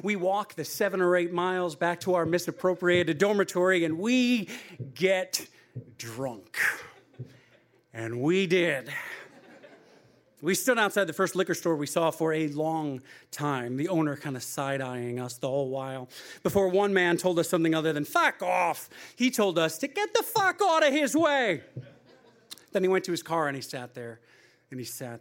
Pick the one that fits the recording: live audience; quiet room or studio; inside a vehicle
live audience